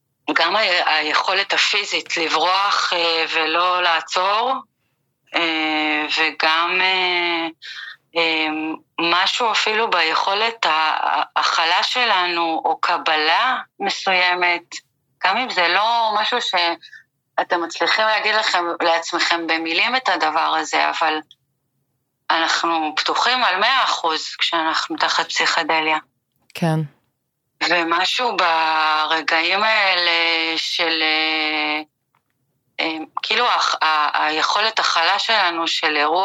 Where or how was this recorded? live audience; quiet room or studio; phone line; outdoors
phone line